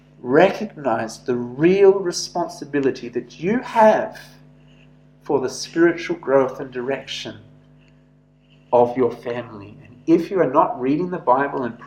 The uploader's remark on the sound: This sermon was preached at St George's Church, Penang on 7th July 2021.